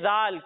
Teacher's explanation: جب ہم اس کی ادائیگی کریں گے تو اس میں سیٹی کی آواز نہیں آئے گی